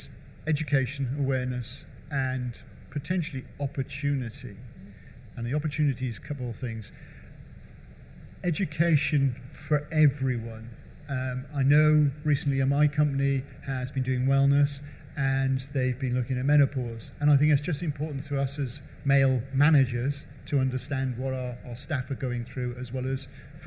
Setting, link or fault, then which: setting, busy venue